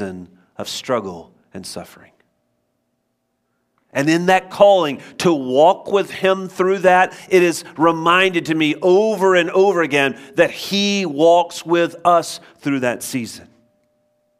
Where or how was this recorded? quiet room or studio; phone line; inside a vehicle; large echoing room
large echoing room